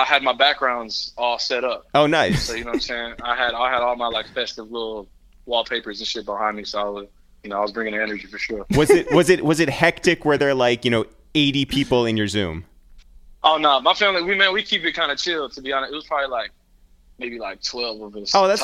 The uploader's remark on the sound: we make calls from our Upper West Side apartment